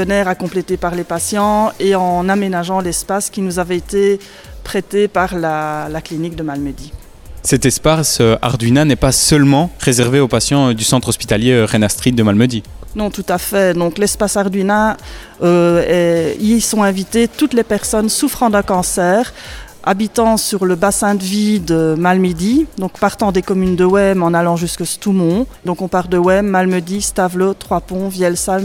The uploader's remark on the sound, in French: Ce week-end avait lieu l’édition du petit Crac’Sathon à Malmedy. En direct de cet événement.